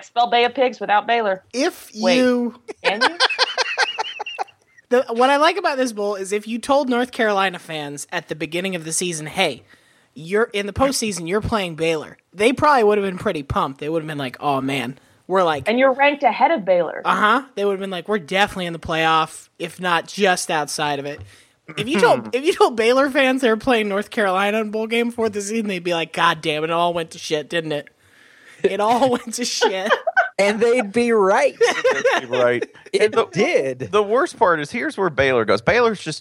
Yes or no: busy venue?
no